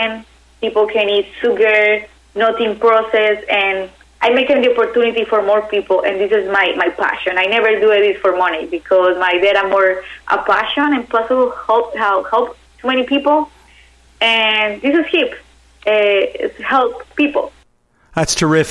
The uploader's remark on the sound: called in to SmallCapVoice